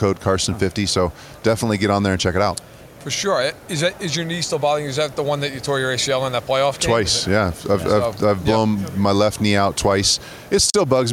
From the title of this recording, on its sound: Live from Super Bowl LVII